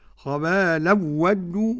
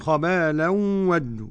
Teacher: خبالا ودوا عدم الغنة لخلف عن حمزة · Shown in: first take